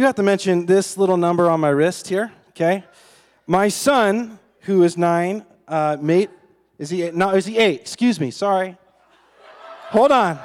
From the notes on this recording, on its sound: This is a recording of CSU Chi Alpha's Outpost service recorded on 04/20/22.